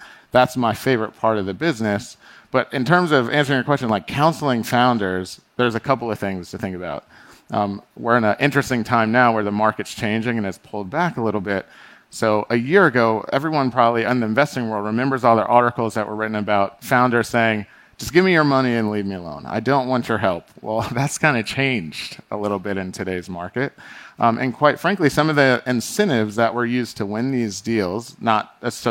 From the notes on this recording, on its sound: Recorded March 1, 2022 at the Upfront Summit.